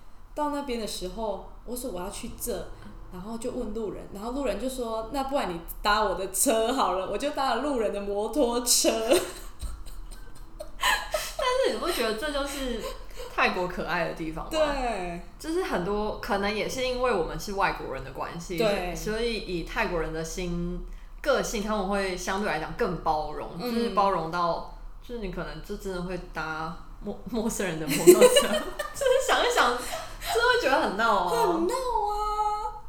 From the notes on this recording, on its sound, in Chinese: 這集因為錄音器材的關係有些雜訊還請各位聽眾多包涵